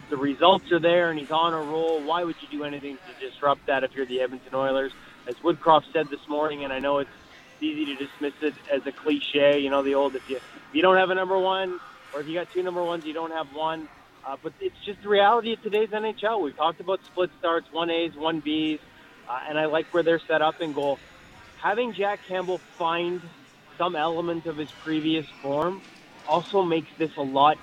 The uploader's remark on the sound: live from Parq Casino